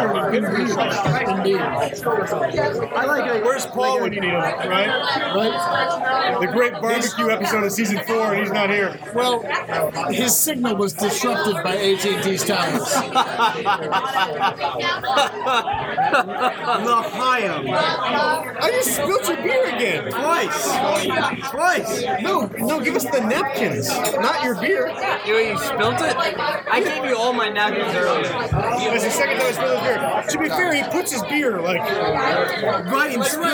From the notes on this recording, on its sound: We are LIVE from Loughmillers in downtown Indianapolis on GENCON eve!